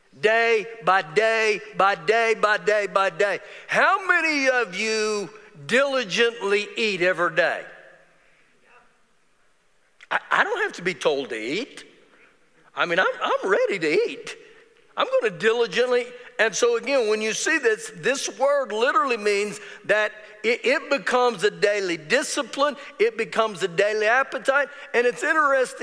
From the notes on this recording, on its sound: Recorded live during our Wednesday night service